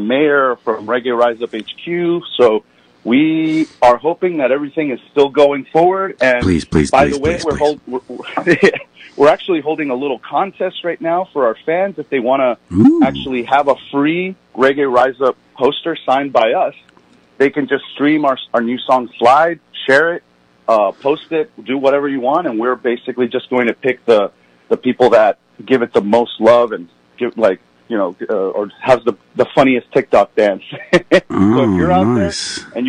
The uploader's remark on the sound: 96.5 WSLR Phone-In Interview. This interview was live on air on 96.5 WSLR.